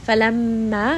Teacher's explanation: meem has a ghunna and it has a shadda, so we are going to spend just a bit of time with this letter inside of the nose, and this is going to be a two count med.